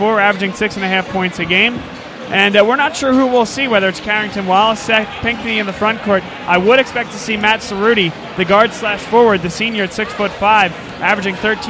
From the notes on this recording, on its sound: The Dunphy Ford Pregame Show live from Arcadia University as La Salle takes on Archbishop Wood in a PCL basketball matchup.